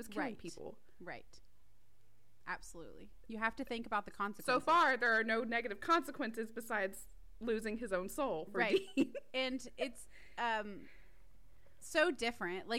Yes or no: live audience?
no